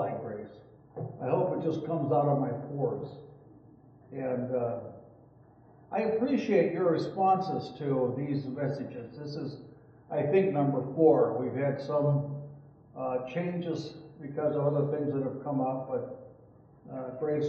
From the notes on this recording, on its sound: Audio quality is compromised.